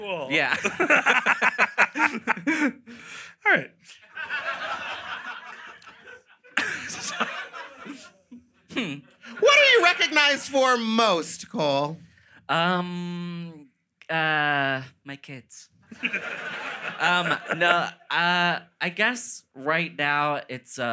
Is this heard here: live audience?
yes